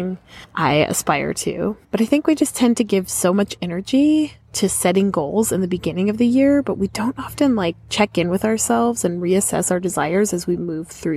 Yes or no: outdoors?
yes